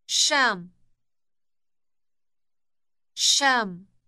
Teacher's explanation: Note the elongated sh sound at the beginning.